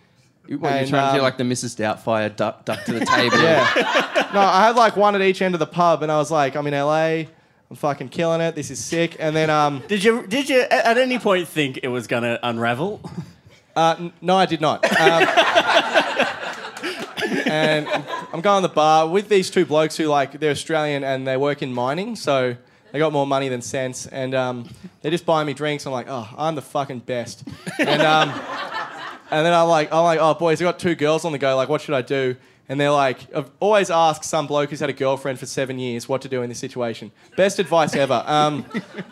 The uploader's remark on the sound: Taken from a live Podcast called 'A Shot and a Beer' in Canberra in 2017.